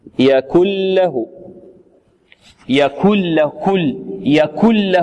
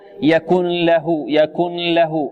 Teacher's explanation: إدغام إدغام كامل يذهب الحرف معه بكلية يعني تصير النون بمخرجها وصفتها وهي الغنة تصير لاما · Shown in: first take